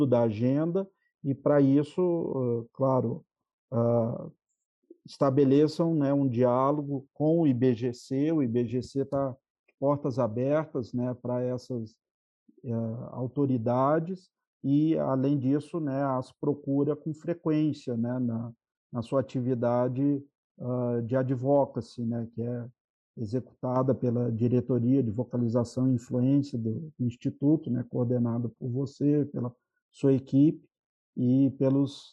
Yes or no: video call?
yes